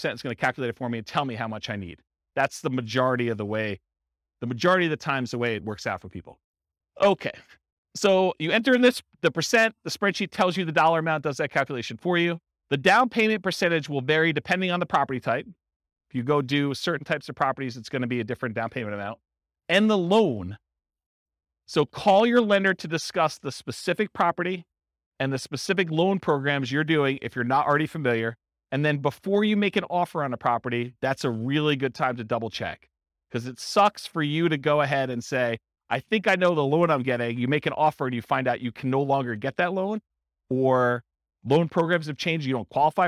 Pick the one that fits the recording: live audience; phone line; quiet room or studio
live audience